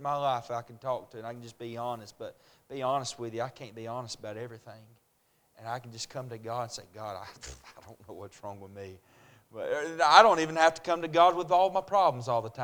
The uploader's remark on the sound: A message preached at Crossroads Baptist Church